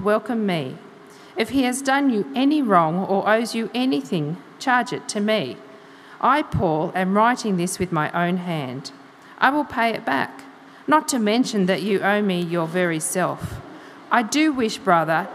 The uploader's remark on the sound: Note that this is a recording of the talk given at Harrington Park that morning.